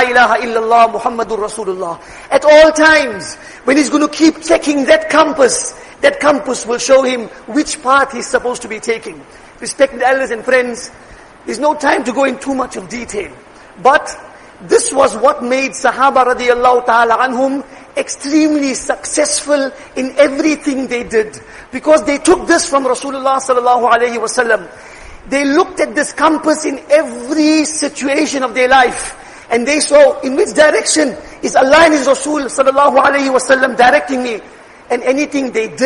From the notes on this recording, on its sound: Jumuah lecture